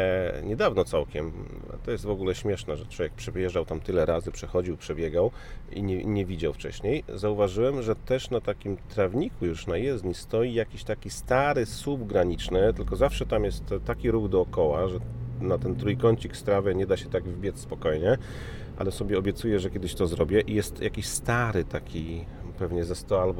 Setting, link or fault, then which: setting, inside a vehicle